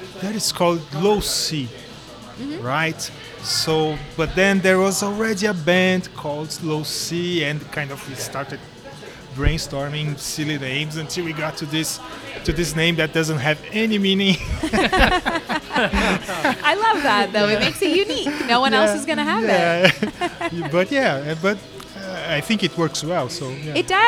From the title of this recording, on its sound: LIVE at The Lokal Lounge